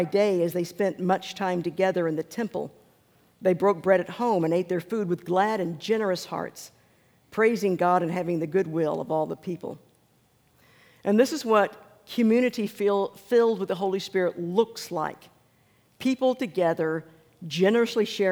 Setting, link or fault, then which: setting, large echoing room